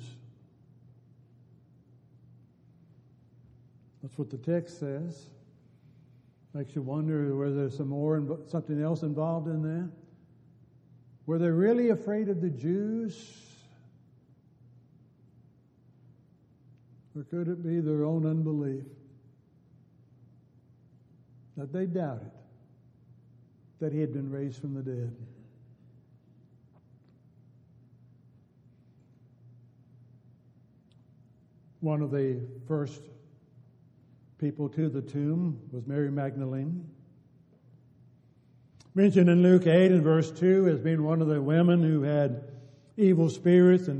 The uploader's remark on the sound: Downtown Church Of Christ Audio Sermon